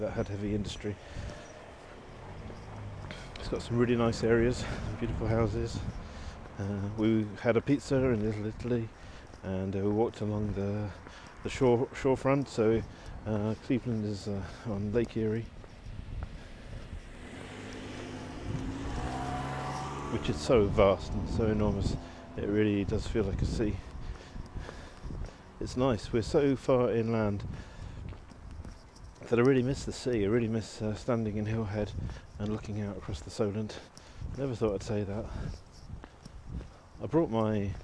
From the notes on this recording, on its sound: Walking home from the T. Here are a selection of short audio clips, often recorded on the move as I'm traveling, these include letters to home from our new life in Pittsburgh, but also postcards from other places.